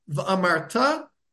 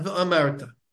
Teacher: you need to put the stress on the last syllable · Shown in: first take · v'amarta, and not v'amarta. · Term: milara